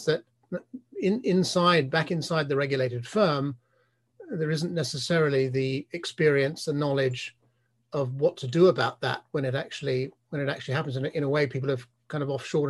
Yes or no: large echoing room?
no